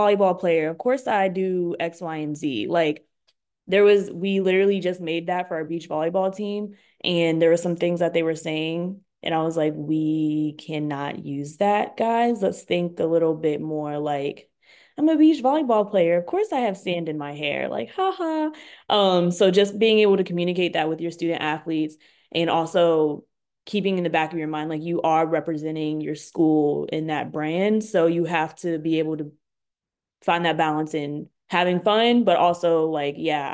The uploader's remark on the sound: Note: This webinar